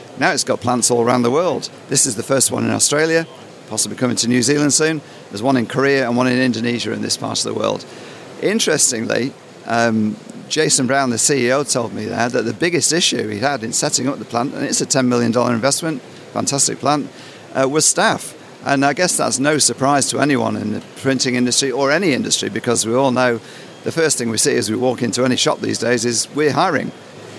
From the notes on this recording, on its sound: This month's edition was recorded at the Auspack trade show in Melbourne.